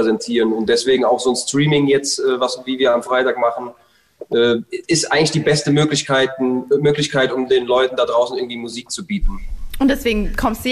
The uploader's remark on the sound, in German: per Videocall gefeiert